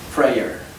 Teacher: La E sería entre una E y una O.